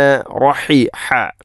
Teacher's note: തൊണ്ടയുടെ മധ്യഭാഗമാണ് ഹ ഇൻ്റെ മഖ്റജ്